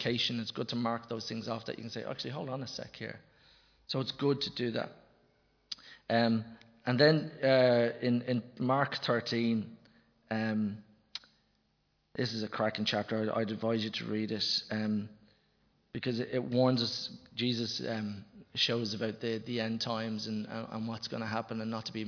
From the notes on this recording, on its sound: Recorded live in Liberty Church on 10 October 2021